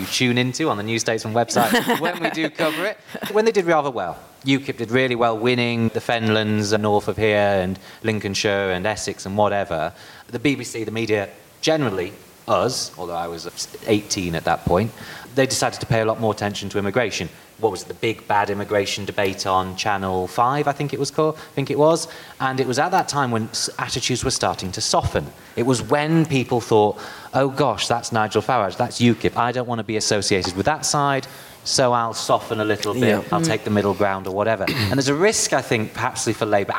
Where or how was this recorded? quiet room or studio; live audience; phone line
live audience